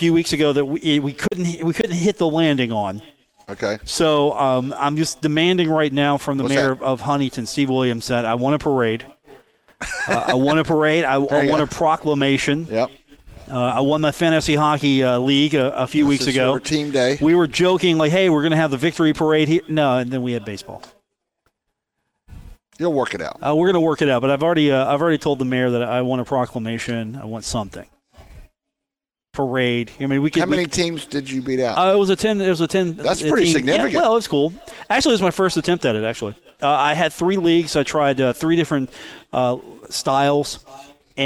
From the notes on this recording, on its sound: Live from the Union Pub and Grill in Huntington, West Virginia